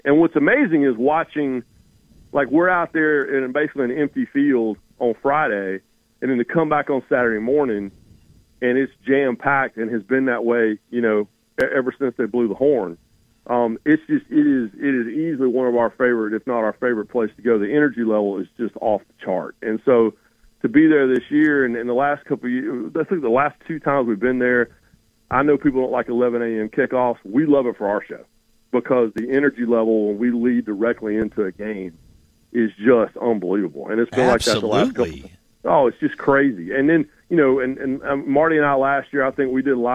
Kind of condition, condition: link, phone line